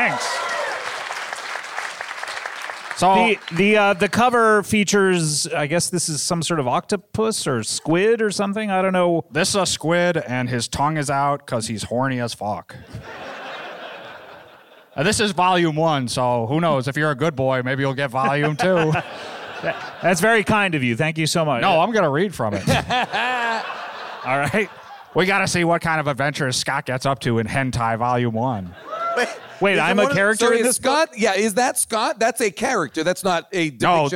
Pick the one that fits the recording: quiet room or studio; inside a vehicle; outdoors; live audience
live audience